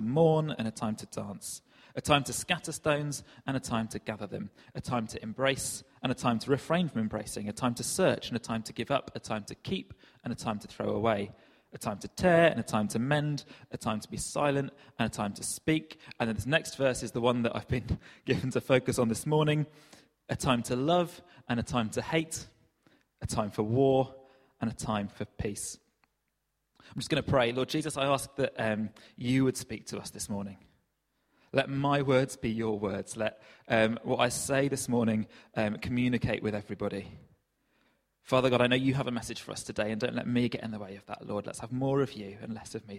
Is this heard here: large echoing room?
yes